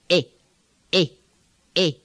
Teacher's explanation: In the Arabic accent, you don't have the diphthong. You have E, E, E.